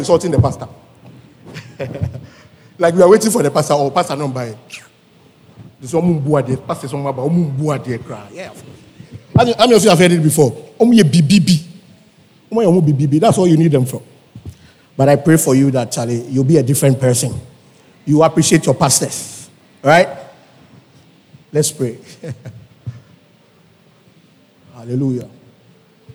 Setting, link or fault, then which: setting, large echoing room